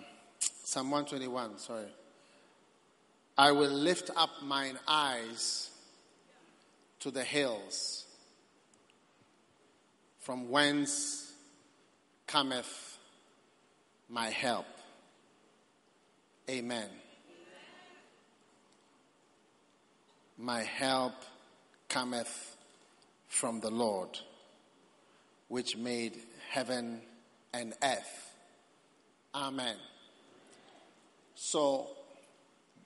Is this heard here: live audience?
yes